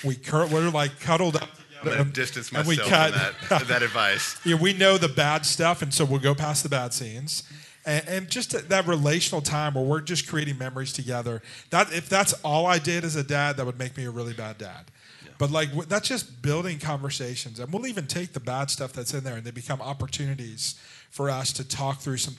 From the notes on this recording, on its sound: Listen to a live question and answer session, at the Watermark Fort Worth Campus.